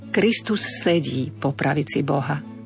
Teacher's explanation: Opäť dávajme na to pozor, aby zazneli obe s. · Term: zdvojené spoluhlásky